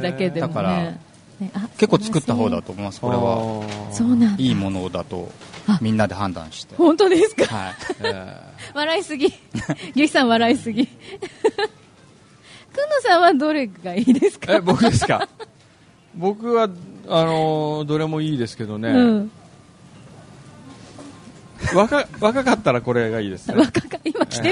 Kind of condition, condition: setting, busy venue